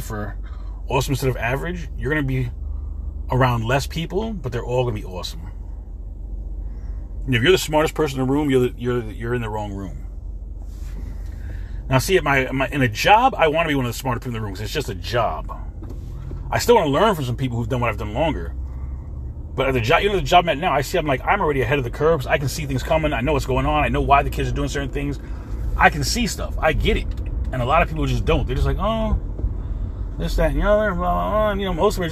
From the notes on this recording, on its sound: In this CarCast